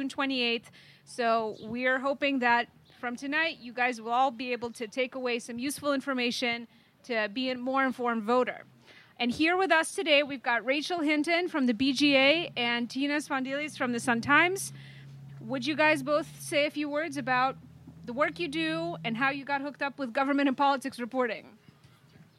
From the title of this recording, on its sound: Live At The Hideout